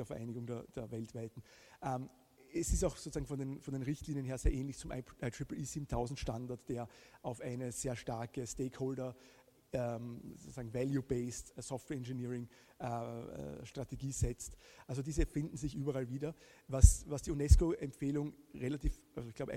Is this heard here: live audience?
yes